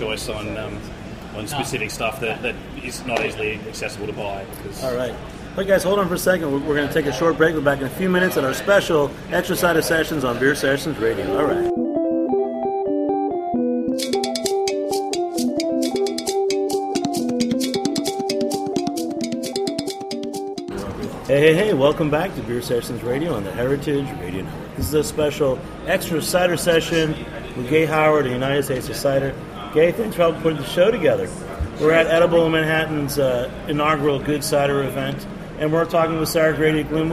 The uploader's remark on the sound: At the Spring 2015 Edible Magazine's "Good Cider" event in Manhattan.